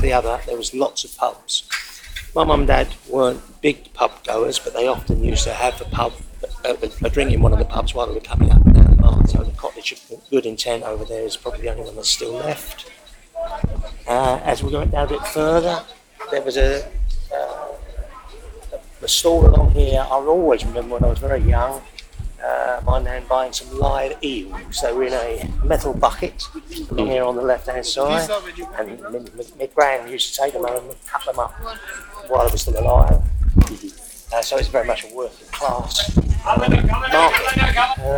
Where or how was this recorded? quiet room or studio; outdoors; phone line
outdoors